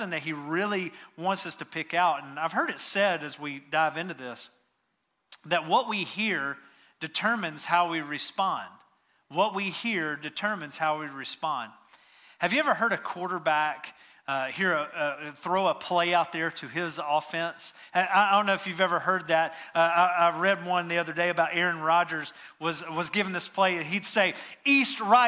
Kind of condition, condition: setting, large echoing room